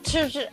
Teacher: Kalau di Mandarin itu lu ditahan lidahnya kayak lidah lu tuh mendek ke dalam gitu.